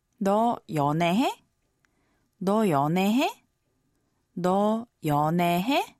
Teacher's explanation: 해, with the raised intonation, is the casual question form of the verb 하다.